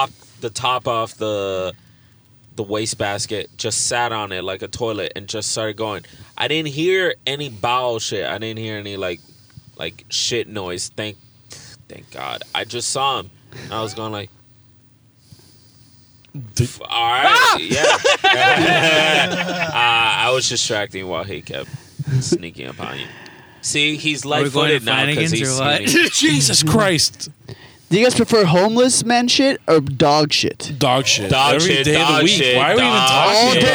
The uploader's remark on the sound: We are in the car.